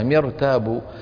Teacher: كسرة همزة الوصل التي قبلها، فهذه الراء تفخم ولو كان قبلها كسرة، لأن الكسرة ليست أصلية